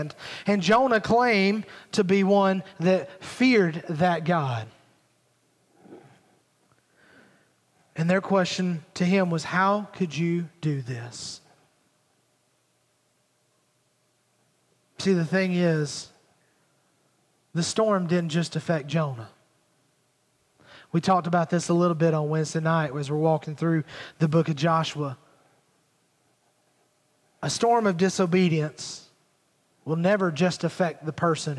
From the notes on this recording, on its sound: Recorded at Highland Baptist Church Molino FL